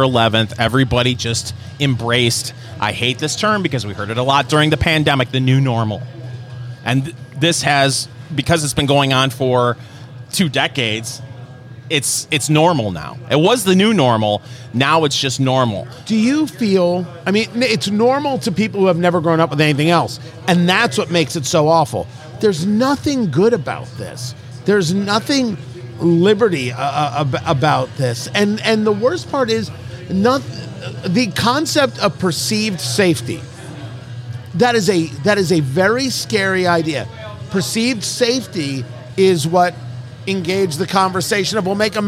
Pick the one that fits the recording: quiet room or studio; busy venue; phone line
busy venue